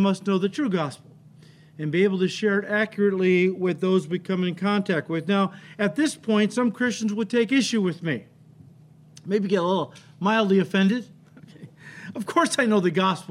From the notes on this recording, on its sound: The audio file this week is from our 8:30 AM Service, while the video is from our 10:30 Service. Calvary Chapel Elk Grove is a non-denominational fellowship located in Elk Grove Village, a northwest suburb of Chicago in Illinois.